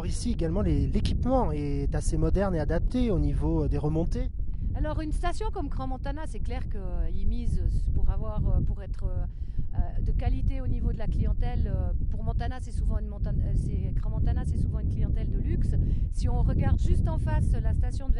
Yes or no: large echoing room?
no